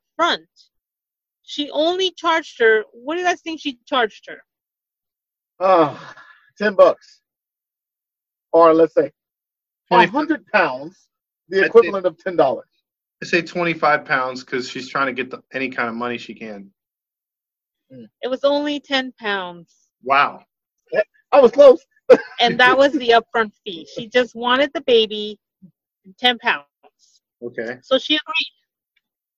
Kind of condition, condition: link, video call